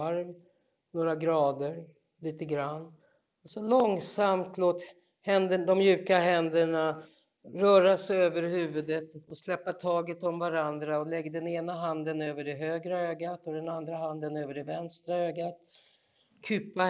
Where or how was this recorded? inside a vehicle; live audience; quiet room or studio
live audience